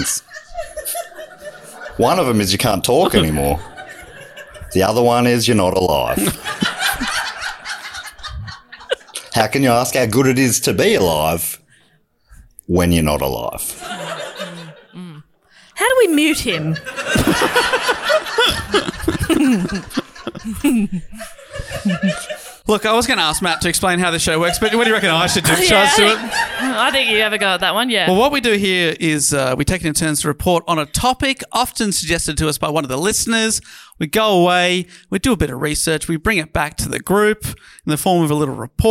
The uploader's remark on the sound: With a live audience. Do Go On acknowledges the traditional owners of the land we record on, the Wurundjeri people, in the Kulin nation.